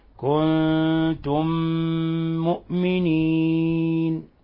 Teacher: كنتم مؤمنين، أضغمنا الميم الأولى في الميم الثانية، فصار عندنا ميما مشددة تعطى غنة مقدارها حركتين · Term: إضغام مثلين صغير